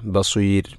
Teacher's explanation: ബസീർ എന്നത് മദ് ഇഅ്റാദുൽ സുക്കൂൻ, അതുപോലെ റായിനെ തർഖീഖാണ് ചെയ്യേണ്ടത്.